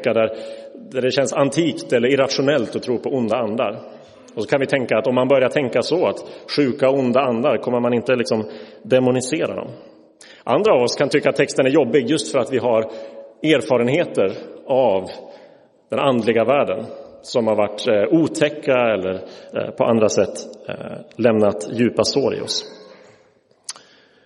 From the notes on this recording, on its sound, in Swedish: Inspelad i Roseniuskyrkan den 12 mars 2023.